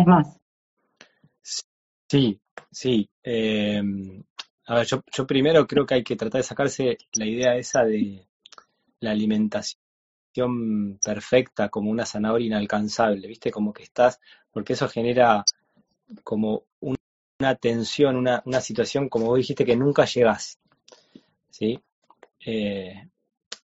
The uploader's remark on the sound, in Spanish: Audio de la charla en vivo por Instagram